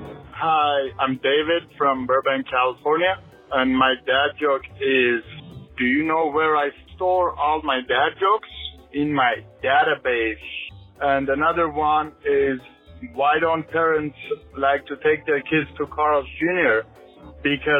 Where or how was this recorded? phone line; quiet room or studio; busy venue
phone line